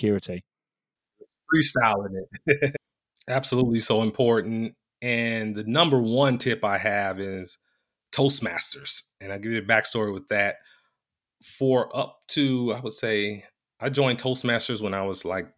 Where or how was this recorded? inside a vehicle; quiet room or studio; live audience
quiet room or studio